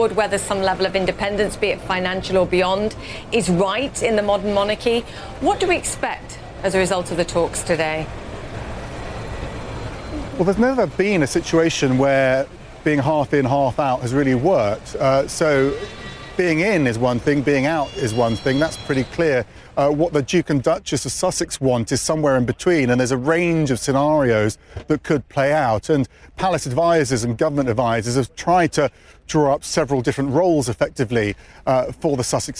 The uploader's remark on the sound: live from the New York Stock Exchange